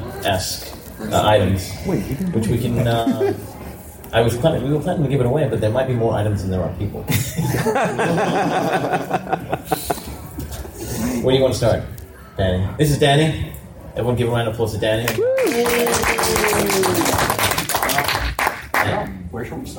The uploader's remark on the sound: This episode brings you the Road to Harbinger Wars 2 panel from last week's SC Comic Con 2017.